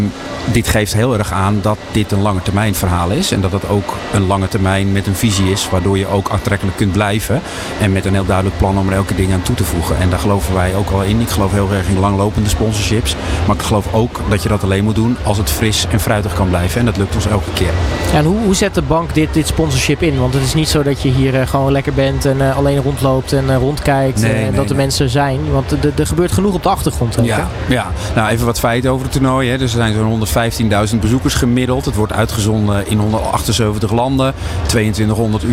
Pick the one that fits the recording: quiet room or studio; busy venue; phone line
busy venue